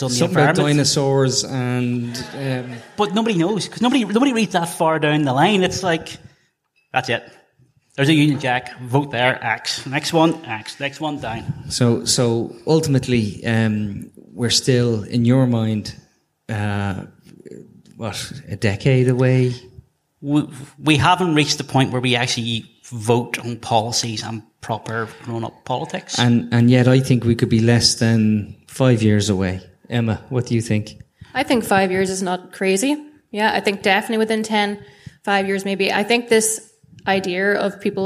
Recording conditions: live audience